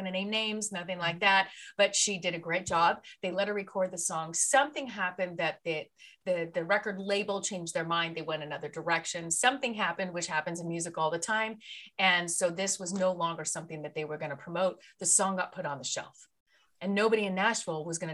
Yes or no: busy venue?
no